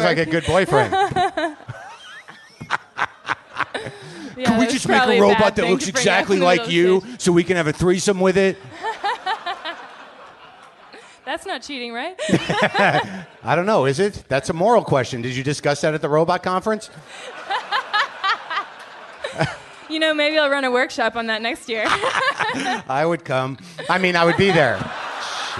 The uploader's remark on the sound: Live from Brooklyn, NY